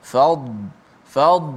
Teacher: Fad tebal tapi tanpa qalqalah